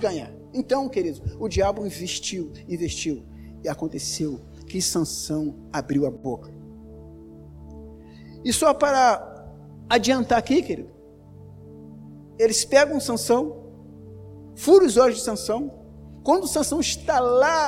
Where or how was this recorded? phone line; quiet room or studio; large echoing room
large echoing room